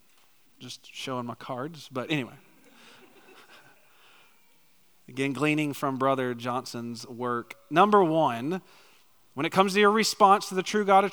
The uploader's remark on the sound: preached a topical sermon on the morning of March 26, 2023, at Chaffee Crossing Baptist Church in Barling, AR.